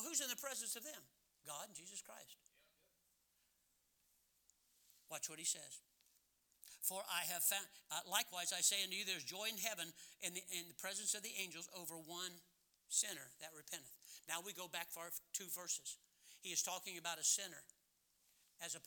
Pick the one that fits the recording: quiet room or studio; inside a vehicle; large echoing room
large echoing room